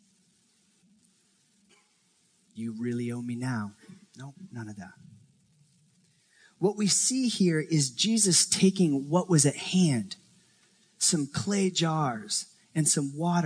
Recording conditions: live audience